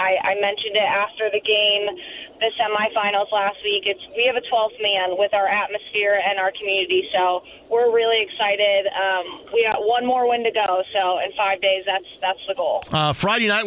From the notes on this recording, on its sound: He takes some phone calls from listeners, including on high school football and the schedule! Opens the phone lines up and takes some calls from listeners!